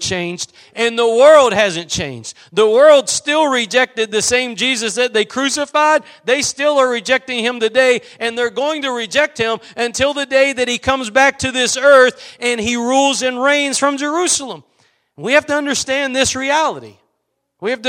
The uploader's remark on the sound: Preached at Gospel Lighthouse in Bossier City, La.